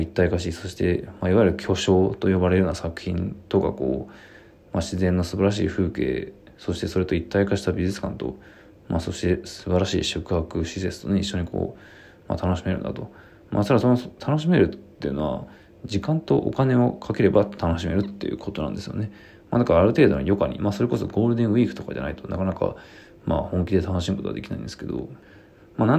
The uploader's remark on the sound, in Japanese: ボイスメモです。